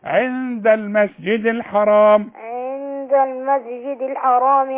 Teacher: نون بعدها دال، يبقى هغنها بمقدار حركتين